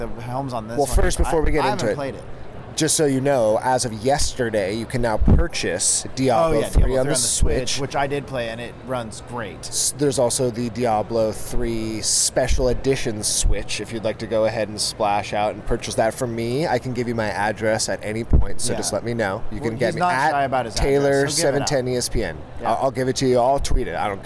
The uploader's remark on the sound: The Joystick Club are LIVE from Anaheim,CA at #BlizzCon2018! We played the demos, walked the floor, watched a lot of #OverwatchWorldCup and even had Mike Morhaime walk by while we were taping.